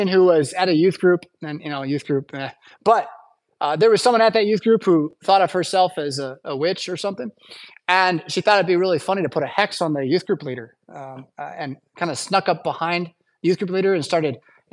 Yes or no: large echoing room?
yes